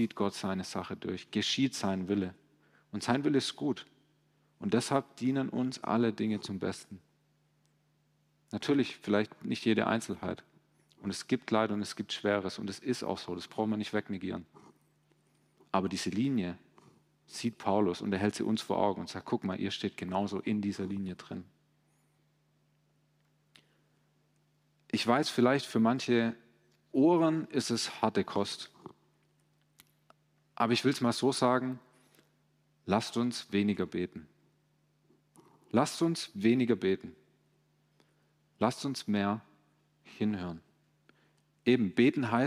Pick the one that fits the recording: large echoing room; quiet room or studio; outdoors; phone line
large echoing room